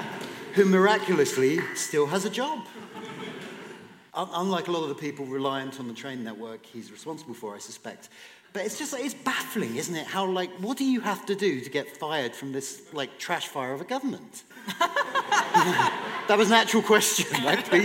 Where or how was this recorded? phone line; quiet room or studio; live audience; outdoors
live audience